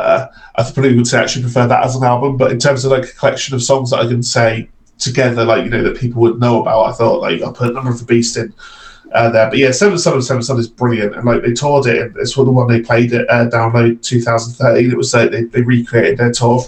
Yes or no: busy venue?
no